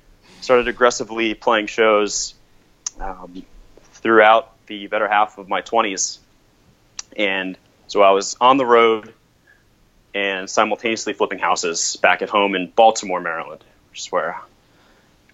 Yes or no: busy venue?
no